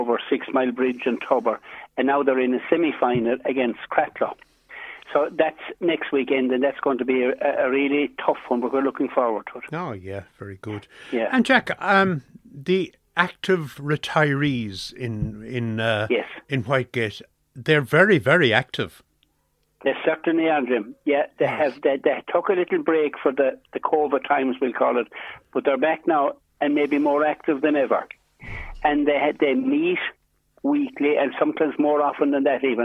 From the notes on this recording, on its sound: is joined on the phone by Whitegate correspondent